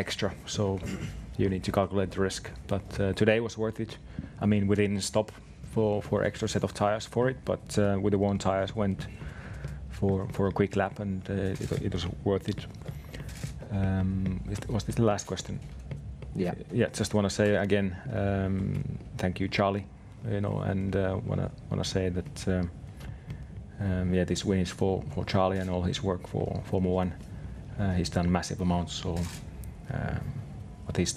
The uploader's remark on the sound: Australia Sunday Post-Race Press Conference.